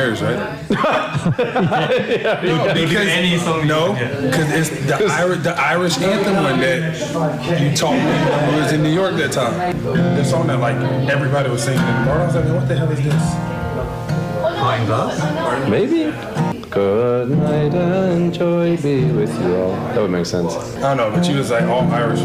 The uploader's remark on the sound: We are live from DKIT at the regional development centre open day